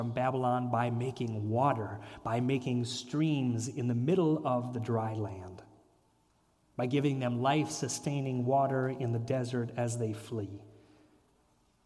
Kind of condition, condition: setting, large echoing room